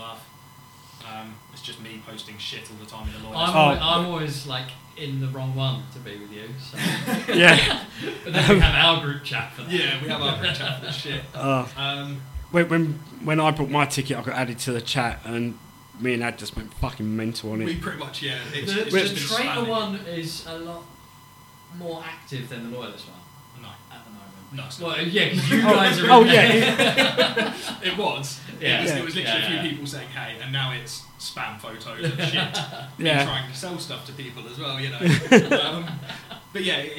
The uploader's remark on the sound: We have some sound issue during recording. I have tried to clear up most of it, but I am new to all the equipment that we are using.